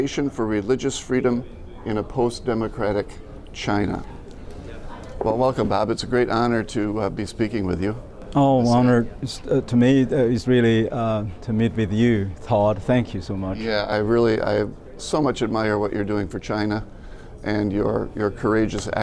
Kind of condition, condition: setting, busy venue